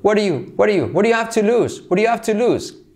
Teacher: La D como R suave también